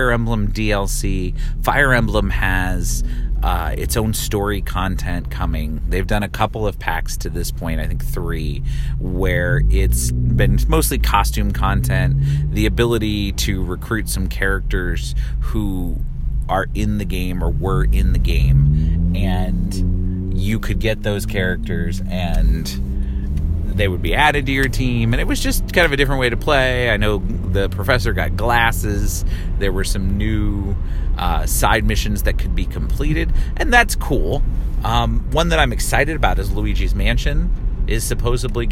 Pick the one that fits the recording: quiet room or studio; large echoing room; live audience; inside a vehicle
inside a vehicle